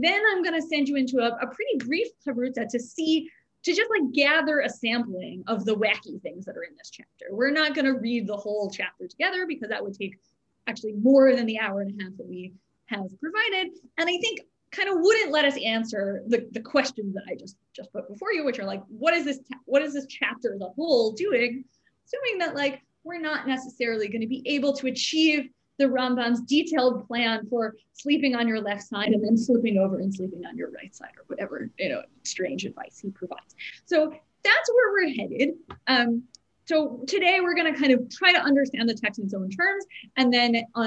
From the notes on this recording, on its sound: This audio was originally captured from Zoom